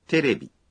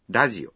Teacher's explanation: Hay từ radio là đài phát thanh thì thành ラジオ. Âm R phát âm nhẹ nghe như là L